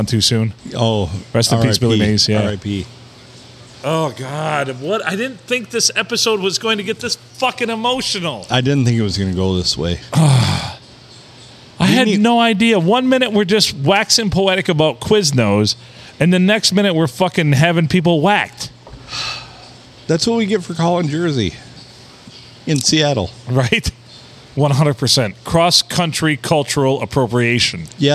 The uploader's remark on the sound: Recorded at the Silver Tavern, Deckerville (The olde STD) on a Sunday.